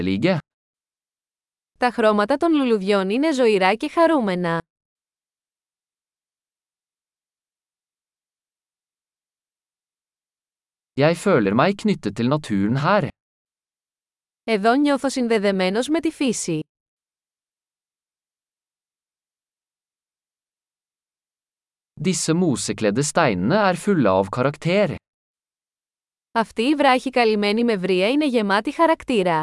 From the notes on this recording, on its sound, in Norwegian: Lyden av den ravende bekken er terapeutisk.